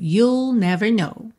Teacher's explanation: You will contraído, soa you'll, tá? É só colocar o som do L depois de you.